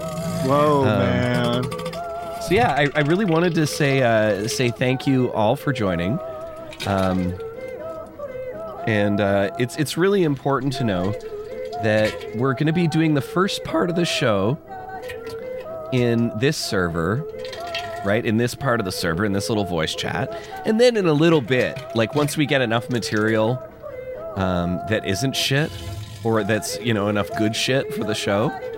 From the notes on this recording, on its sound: Over 4 hours of ringing phones and idiotic conversations. In this episode you're lucky enough to hear what it's like to listen to a live show!